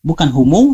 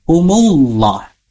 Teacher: Hati-hati di kalimat zalamahumullah. Itu jangan sampai ada waw yang terselip di antara mim dan lafaz Allah. · Shown in: second take